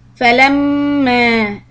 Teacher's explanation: hold the meem shadda and the mad, we do four.